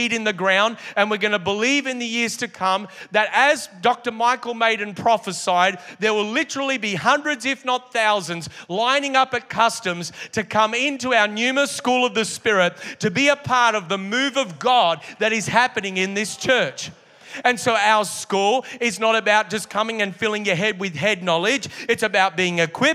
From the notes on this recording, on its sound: Originally Recorded at Neuma Church Melbourne City the 11AM AEST on the 5th of February, 2023